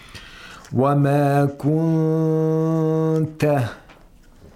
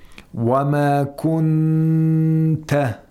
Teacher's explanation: we bring the articulators close to the place of articulation of ta, but it does not touch the place of articulation of ta · Shown in: first take · And while we're holding the tongue in that suspended position, we apply nasalization for two vowel counts. · Term: ikhfa